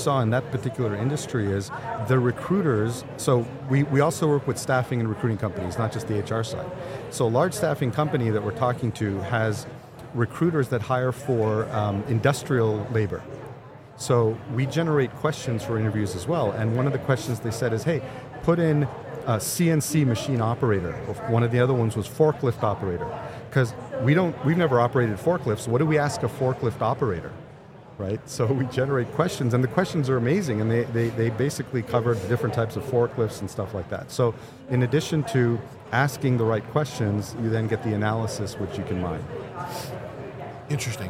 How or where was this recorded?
busy venue